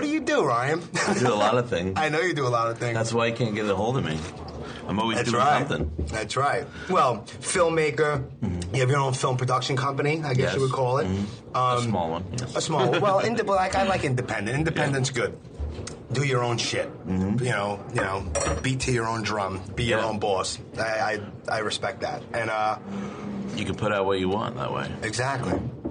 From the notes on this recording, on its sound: I met him at a quiet diner in Somerset, New Jersey